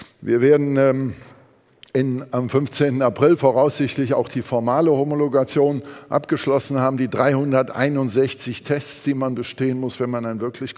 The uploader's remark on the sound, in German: beim auto motor und sport Kongress 2019